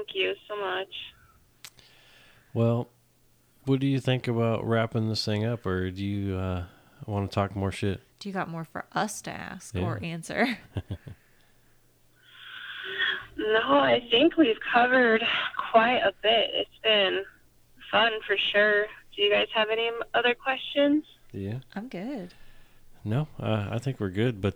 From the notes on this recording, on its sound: joined on the phone